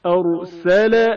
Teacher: جب بھی رائے ساکن سے پہلے پیش یا زبر ہو تو را کو تفخیم کے ساتھ پڑھا جائے گا. ارسل رائے ساکن سے پہلے زبر ہے جس کی وجہ سے را کو تفخیم کے ساتھ پڑھا گیا ہے